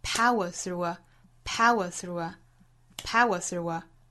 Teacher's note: Power 的 pow 第一个音节是重读的。后面的 were,还有 through,还有 a 这三个虚词也是同样读得很短快的。在拍子和拍子之间去挤压这三个弱读音节。